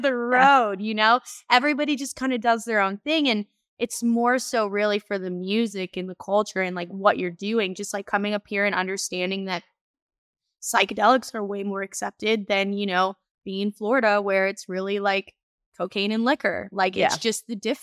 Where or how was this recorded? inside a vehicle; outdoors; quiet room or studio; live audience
quiet room or studio